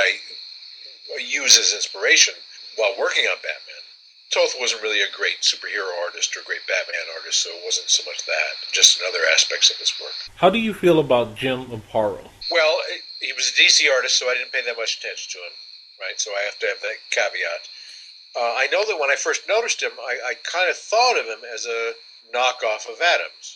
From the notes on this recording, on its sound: There were some major problems with the recording but we did manage to fix a good chunk.